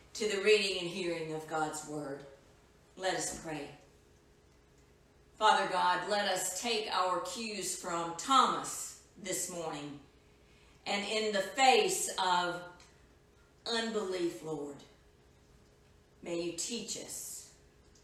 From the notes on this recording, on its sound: Edited version of live worship service from April 19, 2020